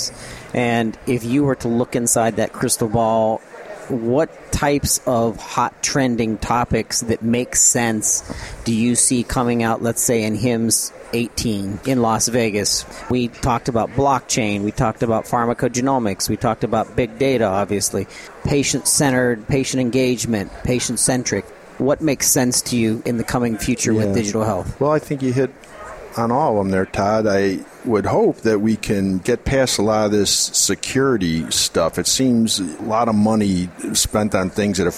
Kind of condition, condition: setting, busy venue